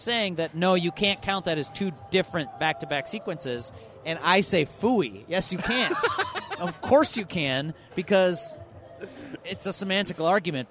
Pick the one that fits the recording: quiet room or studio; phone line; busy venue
busy venue